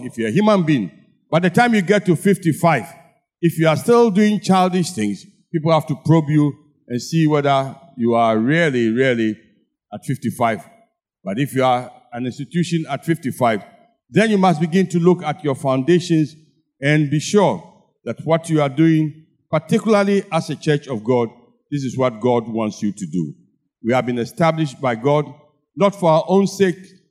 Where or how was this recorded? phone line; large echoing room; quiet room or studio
large echoing room